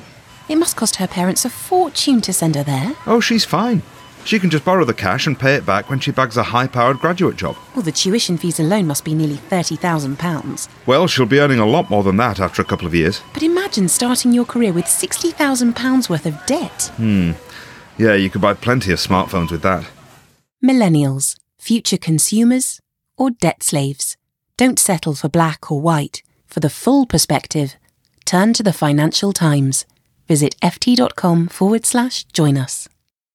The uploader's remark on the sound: Today's insights show comes to you live from Money20/20 in Las Vegas at the Leadership Loft.